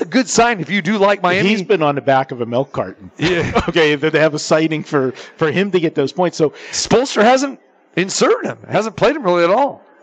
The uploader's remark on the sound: Live from the Super Book at the Westgate Las Vegas